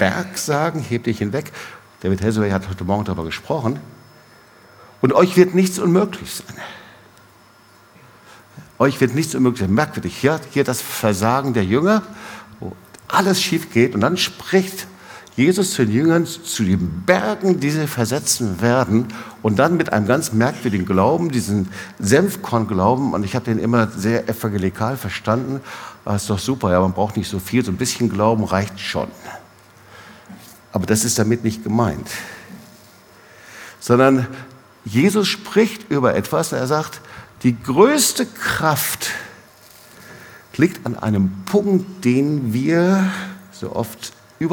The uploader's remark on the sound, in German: Predigt im Awakening Fire Gottesdienst